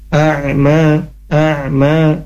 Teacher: Fazayyana lahumus syaitanu, fazayyana lahumus syaitanu a'malahum, a'malahum. Huruf ain ketika sukun dibaca apa, suaranya dialirkan sedikit gitu ya, tawasut